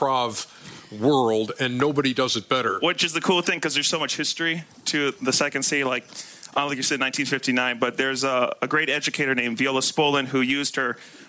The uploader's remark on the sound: LIVE from NBA All-Star Weekend in Chicago. LIVE from Chicago's House of Blues, The Steam Room takes the show on the road for NBA All-Star Weekend!